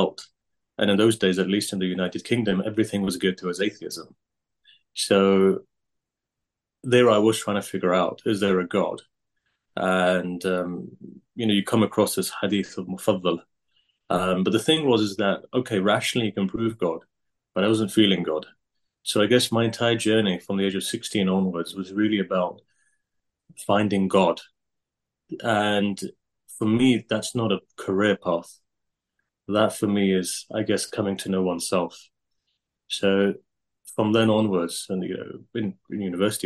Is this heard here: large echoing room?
no